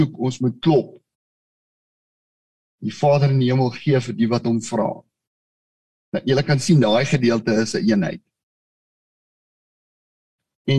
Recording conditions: video call